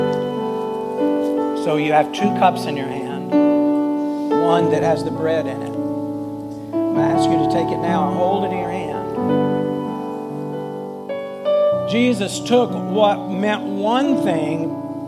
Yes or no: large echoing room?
yes